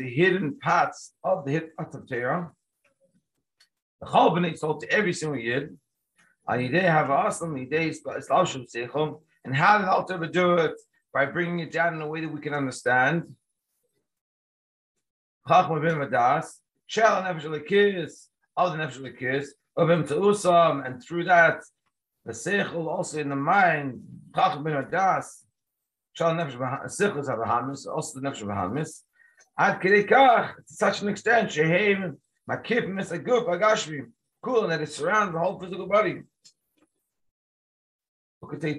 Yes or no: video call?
yes